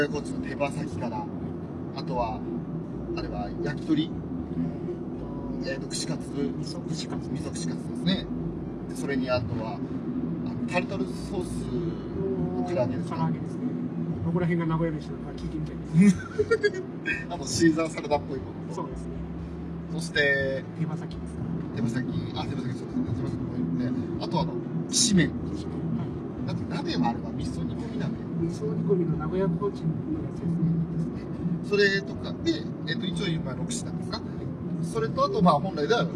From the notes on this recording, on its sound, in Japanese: 環境音などの雑音がひどい録音状態